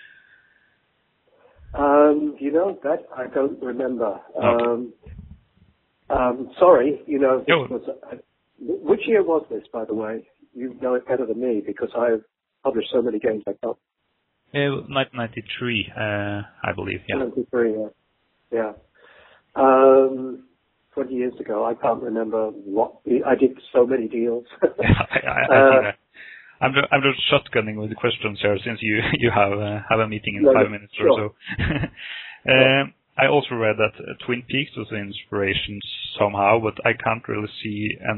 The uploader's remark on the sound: The interview was conducted over the phone